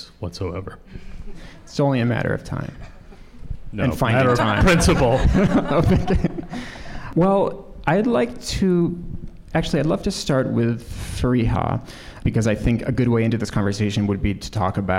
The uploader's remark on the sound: before a live audience